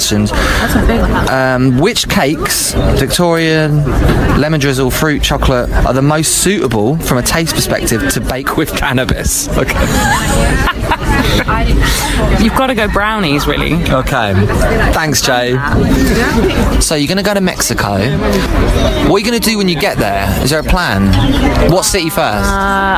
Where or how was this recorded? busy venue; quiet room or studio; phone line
busy venue